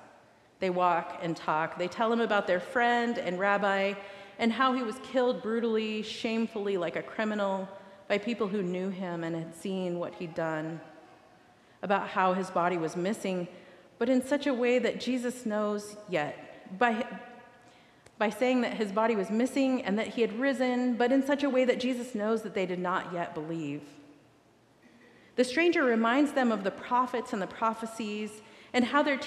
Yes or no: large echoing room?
yes